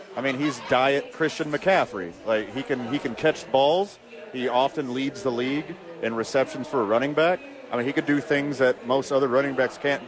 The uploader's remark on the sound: live from Isotopes Park